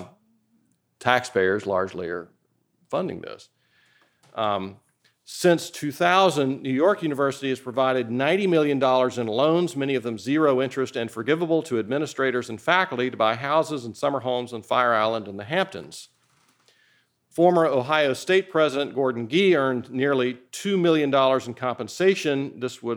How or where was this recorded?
large echoing room